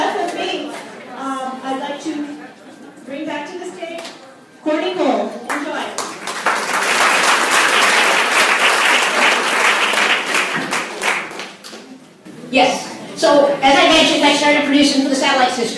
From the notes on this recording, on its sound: LIVE in Santa Monica 2017. This podcast is the live audio from the Satellite Sisters appearance at the Santa Monica Public Library. Take questions from the live audience.